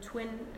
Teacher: a change in place of articulation by the effect of any of the sounds which have lip rounding · Term: labialization